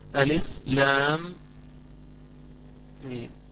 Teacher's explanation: هاتان الميمان تدغمان في بعضهما فيصبحان ميما واحدا واحدة مشددة · Term: ميم واحدة مشددة